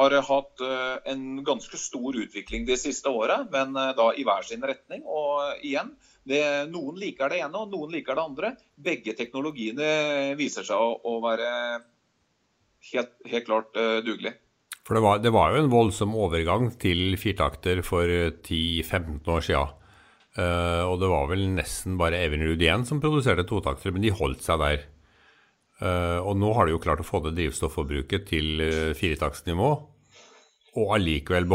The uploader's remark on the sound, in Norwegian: I ukens podcast har vi tatt en Skype-prat